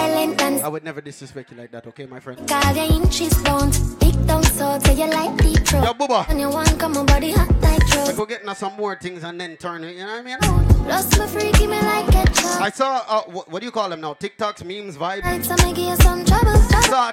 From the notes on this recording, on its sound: PRIVITE PARTY LIVE AUIDO